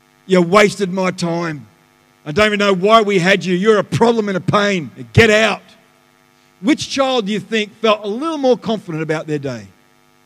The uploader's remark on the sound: The live stream of Destiny Church Atherton